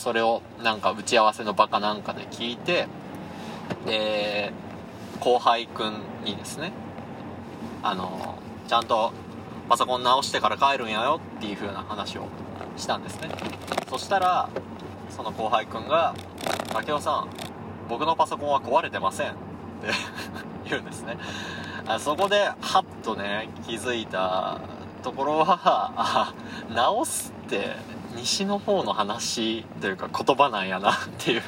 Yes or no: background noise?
yes